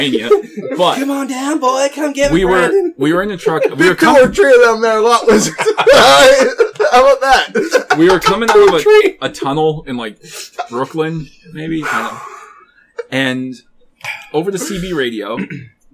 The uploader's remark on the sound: we had issues with the audio in today's episode